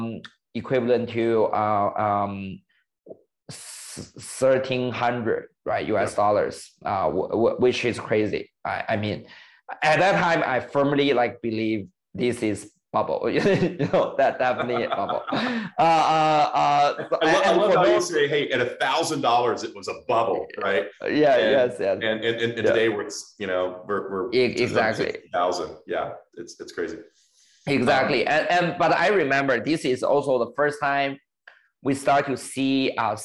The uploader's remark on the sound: meet over zoom